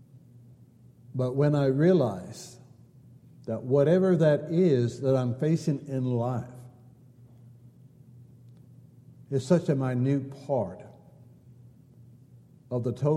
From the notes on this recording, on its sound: Downtown Church Of Christ Audio Sermon